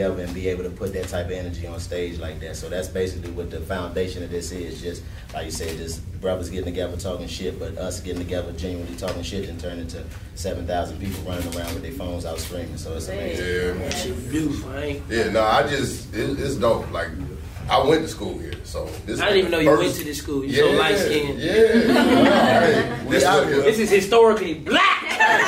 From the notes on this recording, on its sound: THE FAMU HOMECOMING STAND - UP COMEDY SPECIAL. The school shut the lights and microphones off.